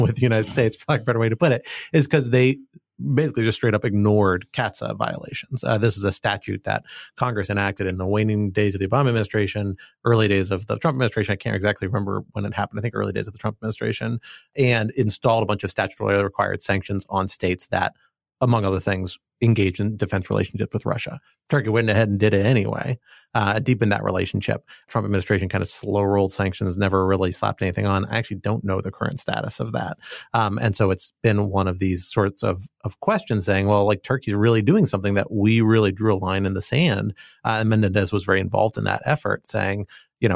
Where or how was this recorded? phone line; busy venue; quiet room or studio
quiet room or studio